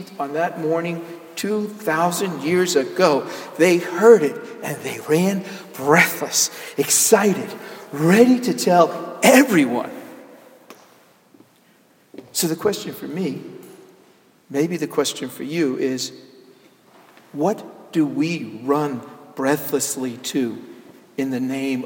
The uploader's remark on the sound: Sermon Delivered on Easter Sunday, Jan Hus Presbyterian Church and Neighborhood House, NYC.